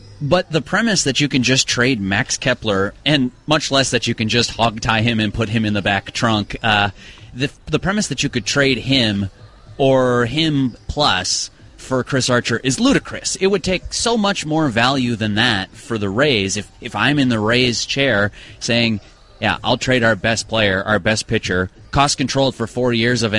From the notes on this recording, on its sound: live from Twins spring training in Fort Myers